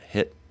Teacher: final T, is glottalized too